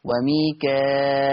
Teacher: أثبت همز بهمزة مكسورة بعد الألف المادية فتصير مد متصل فيه الإشباع. ما احنا عارفين المد المتصل لورش فيه الإشباع، يبقى بهمزة مكسورة بعد الألف المادية فتصير مد متصل فيه الإشباع، يعني ست حركات.